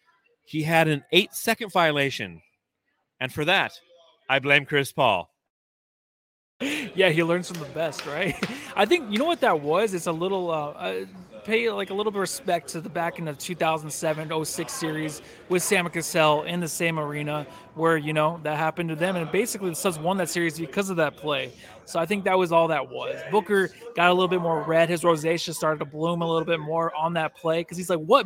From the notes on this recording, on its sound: coming to you live from Blue Agave Mexican Cantina after Game 4